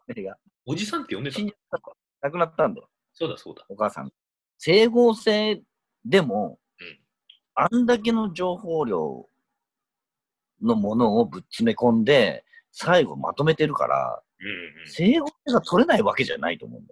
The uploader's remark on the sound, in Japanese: Zoomでの遠隔収録ですので、音声途切れがちです。